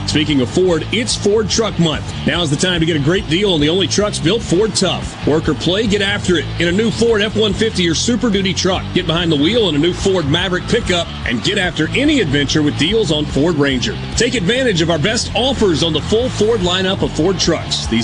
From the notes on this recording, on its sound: MidDays is LIVE from the MS Trade Mart for the Mississippi Construction Education Foundation Skills USA State Championship.